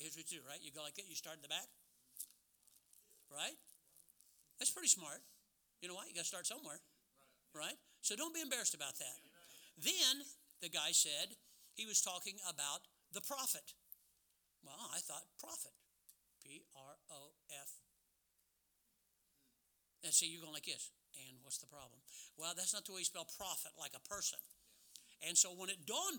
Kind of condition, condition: setting, large echoing room